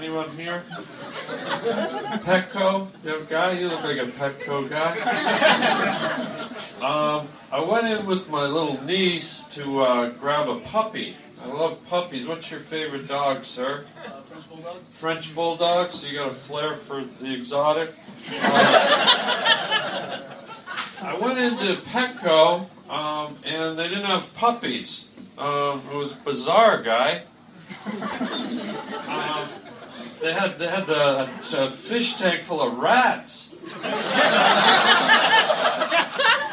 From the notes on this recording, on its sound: live stand up show in the attic of a Chinese diner